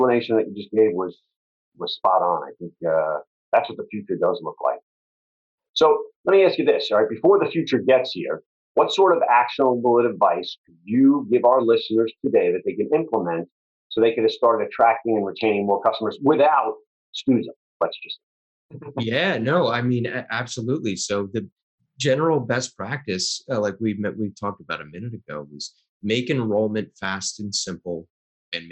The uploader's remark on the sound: My apologies for the sound quality on this episode. For some reason instead of my studio mics audio being picked up, the audio was recorded by the internal mic on my computer.